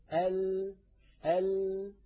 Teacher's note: إلى الفم ويقول الإنسان ال يجد الهواء أمامه هذه المنطقة مغفلة، فينحرف بعض الصوت عن يمين اللسان عن يمين الحافة وبعضه عن يسار الحافة، ثم يتابع الهواء طريقه إلى الخارج. اليمين واليسار منطقة الضاد · Term: حرف اللام